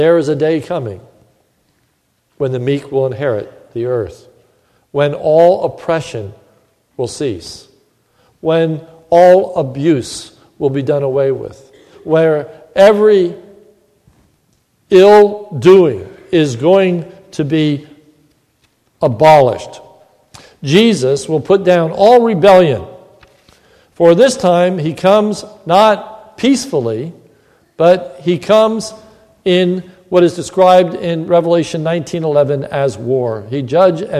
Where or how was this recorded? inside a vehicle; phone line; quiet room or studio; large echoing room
large echoing room